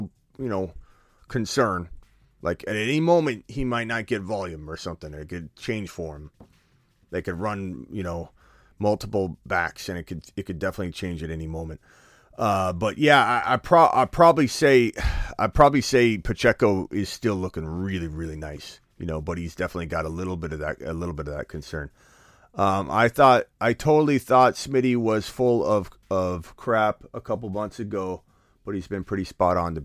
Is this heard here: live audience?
no